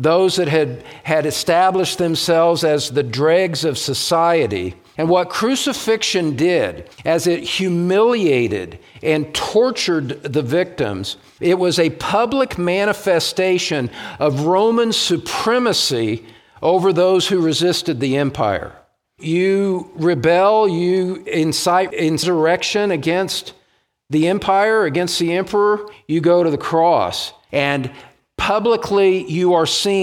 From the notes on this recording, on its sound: message was preached during the Pillar of Truth Conference held at Grace Church, located in Greeley, CO.